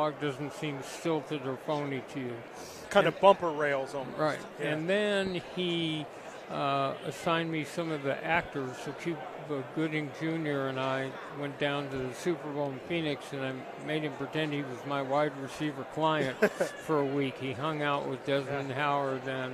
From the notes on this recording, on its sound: RADIO ROW FRIDAY continues LIVE from Las Vegas!